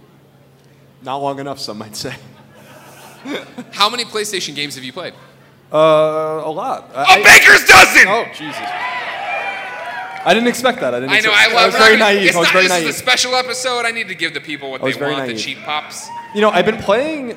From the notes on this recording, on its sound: went to Denver to do a live show for PlayStation's Road to Greatness!